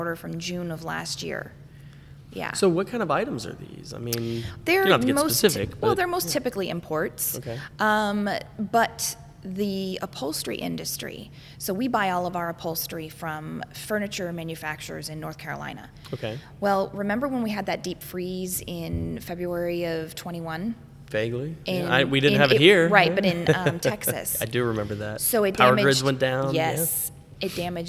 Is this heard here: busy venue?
yes